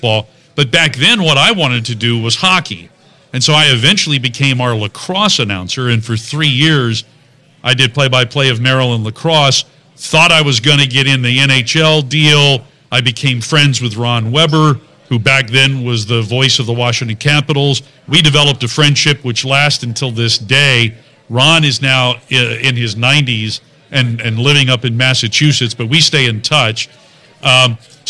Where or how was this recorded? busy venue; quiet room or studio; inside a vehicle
busy venue